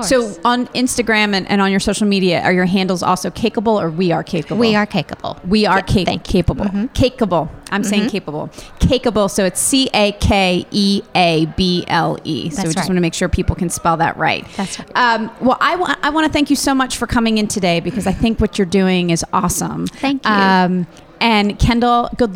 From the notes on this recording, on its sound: Recorded at SHARE Charlotte's Giving Tuesday event on November 26, 2023. Recorded at SHARE Charlotte's Giving Tuesday event on November 26, 2023.